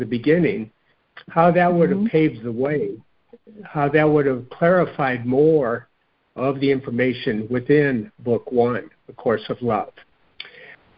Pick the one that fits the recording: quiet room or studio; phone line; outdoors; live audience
phone line